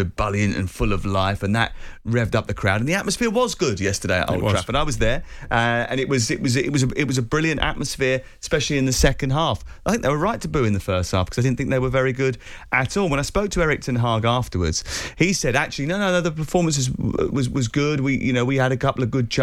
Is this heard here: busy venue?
no